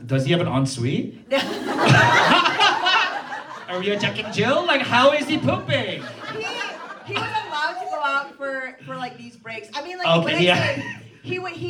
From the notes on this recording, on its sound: WE are live at The Lincoln Lodge in Chicago!